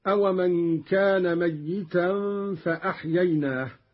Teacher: قرأ قالون بتشديد الياء